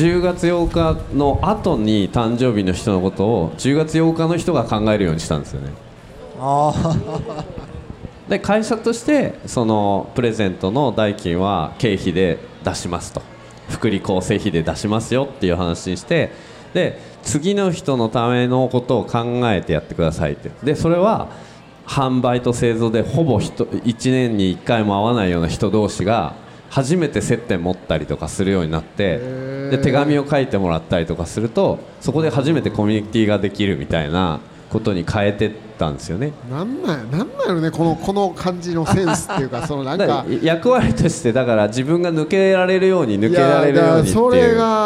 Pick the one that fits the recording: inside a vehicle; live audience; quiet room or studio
live audience